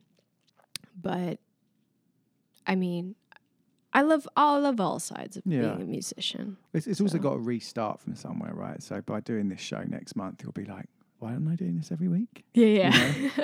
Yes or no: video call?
no